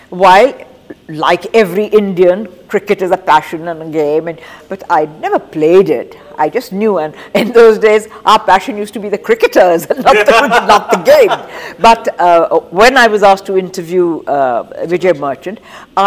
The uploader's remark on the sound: The episode was recorded at the Jaipur Literature Festival 2022 in March.